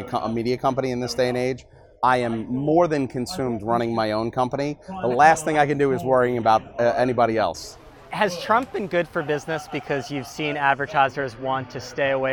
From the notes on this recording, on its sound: He joined Digiday for a live podcast at the Cannes Lions festival.